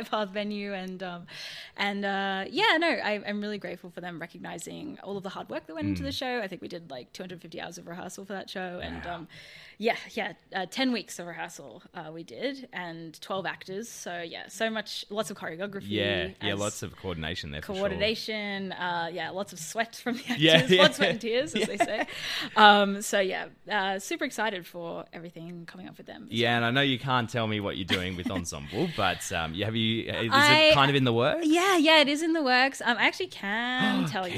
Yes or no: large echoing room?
no